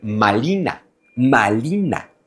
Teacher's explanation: ahí donde los españoles dicen Marina, los hablantes del náhuatl dicen Malina